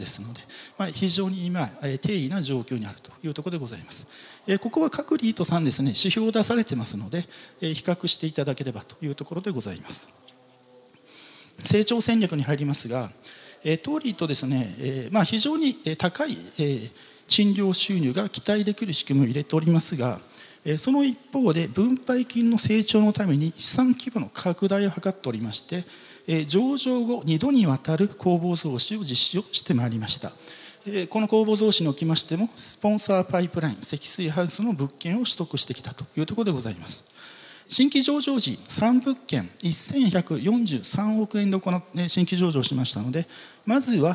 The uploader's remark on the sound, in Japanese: 東京証券取引所で開催した「J-REITファン2017」に登壇した